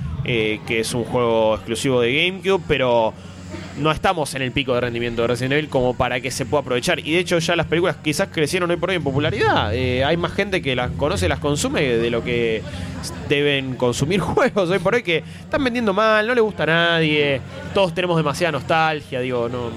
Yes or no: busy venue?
yes